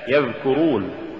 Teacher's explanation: ولولا جهر الذال لصارت ثاء